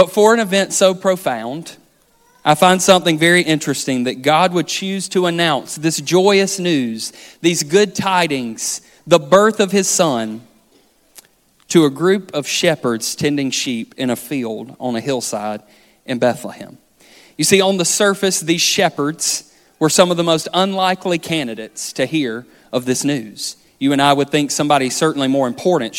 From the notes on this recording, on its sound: This sermon was recorded on December 17th, 2023 at our main campus in Florence, SC